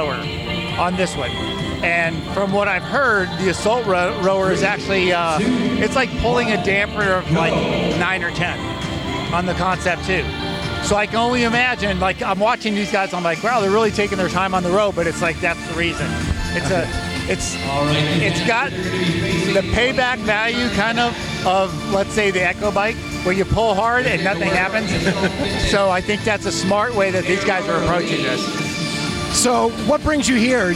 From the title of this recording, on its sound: Live from the Master's Fitness Collective